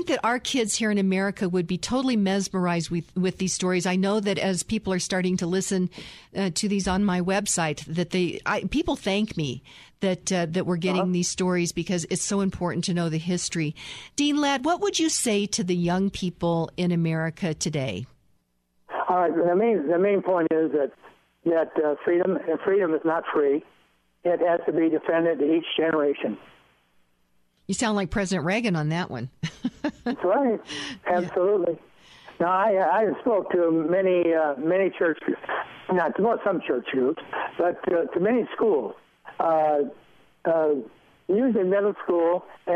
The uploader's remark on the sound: By phone.